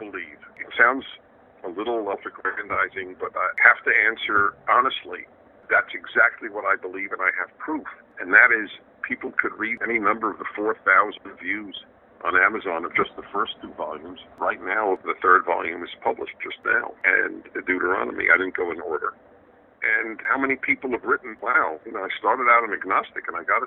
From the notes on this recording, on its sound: a phone conversation